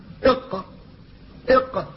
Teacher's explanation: أصل اللسان فيه مخرج واحد وهو للقاف، فهي تخرج من آخر اللسان إلى فوقه، ولذلك هي قريبة من أحرف الحلق، تشابه أحرف الحلق إق، فهي قريبة من أحرف الحلق، ولذلك كانت في أقصى اللسان في آخر اللسان. · Term: القاف